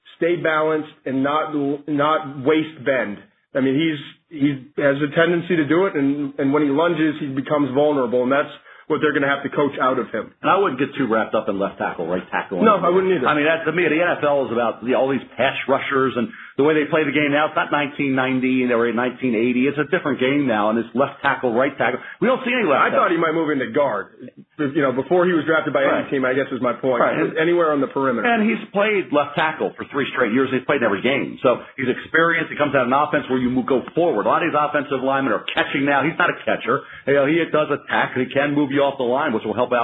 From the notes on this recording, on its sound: NFL Draft Conference Call